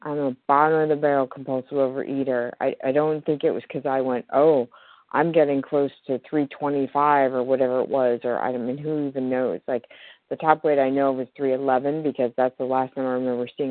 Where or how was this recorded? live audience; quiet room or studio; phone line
phone line